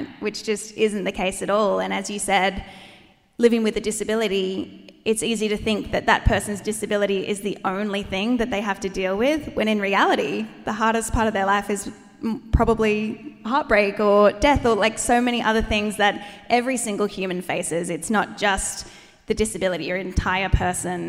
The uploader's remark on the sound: The cut down interviews from our LIVE SHOW!